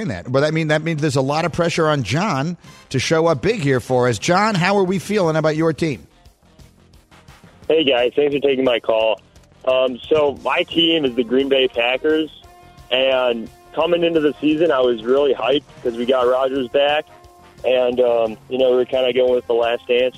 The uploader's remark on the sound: We open the phones. Drops by the studio with his advice.